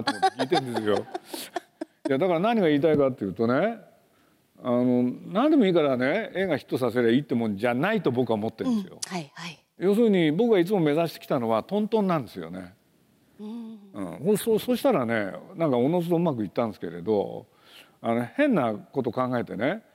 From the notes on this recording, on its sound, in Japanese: 8月2日に東京国際フォーラムで行われた、第70回全国幼児教育研究大会東京大会のスペシャルトーク。